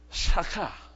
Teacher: You have to feel like you're almost clearing your throat to get that CH sound, okay? It's a guttural in Hebrew, but it's shachah.